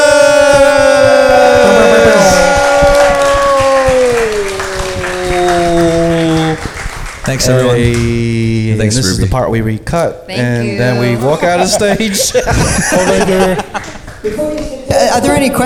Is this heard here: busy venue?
yes